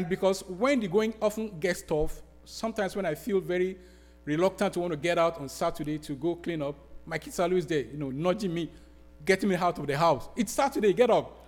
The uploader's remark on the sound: Sermon preached at RCHP on April 23, 2023.